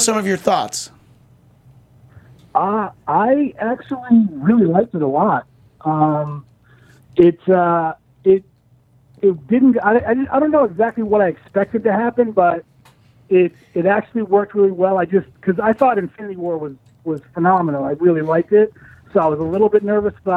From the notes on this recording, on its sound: Are in studio joined on the phone.